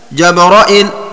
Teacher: حذف الياء التي بعد الهمزة